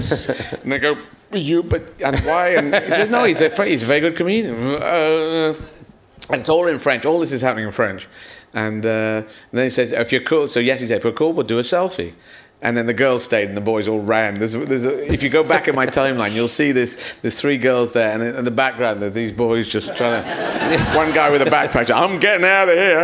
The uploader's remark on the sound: Leicester Square Theatre Podcast